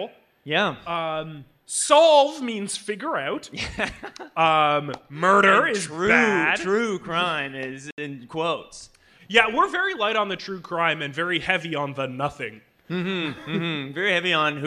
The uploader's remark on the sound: Recorded live at Canada FanExpo.